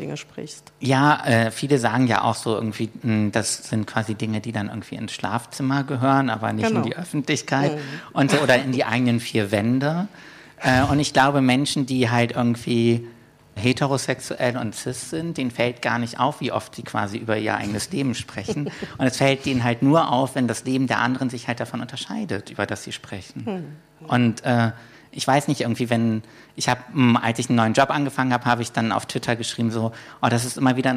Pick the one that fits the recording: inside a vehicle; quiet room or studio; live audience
live audience